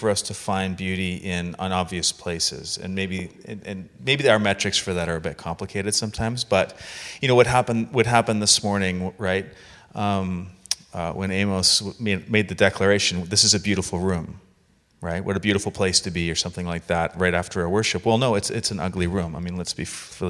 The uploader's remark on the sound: Recorded in Speculator, NY at the North East Vineyard Worship Leaders Retreat this past November